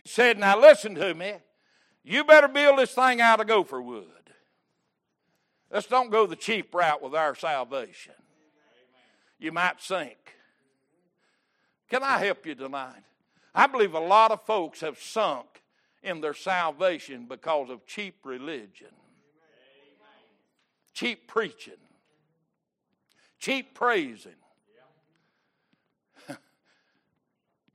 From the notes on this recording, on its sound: Wednesday Evening Service